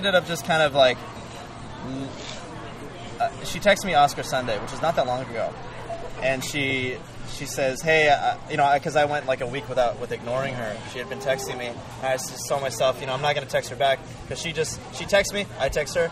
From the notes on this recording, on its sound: We recorded it at a bar in Los Angeles